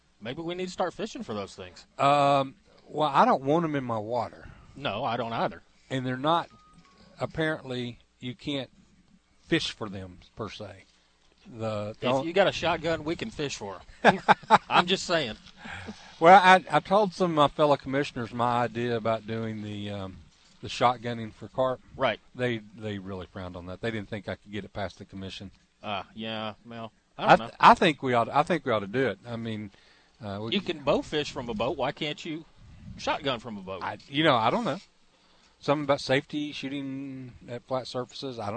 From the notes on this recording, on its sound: Live from the boat ramp. Broadcasting live from the 13th Annual Sportsman's Warehouse Dream Tournament Blast Off.